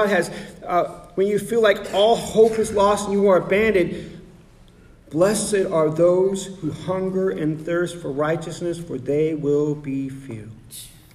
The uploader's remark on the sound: Sermon preached on November 12, 2023 at The Salvation Army Augusta Kroc